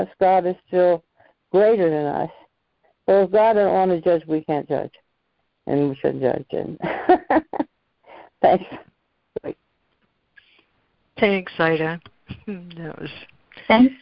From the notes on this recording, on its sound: ACIM Daily Conference Call